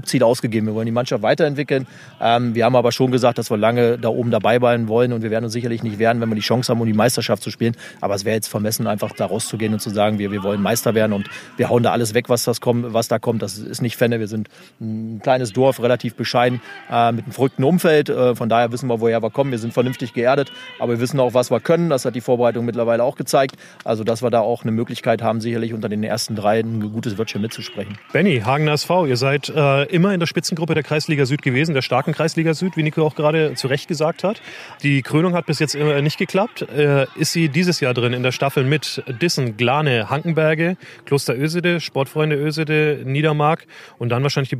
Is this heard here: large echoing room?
no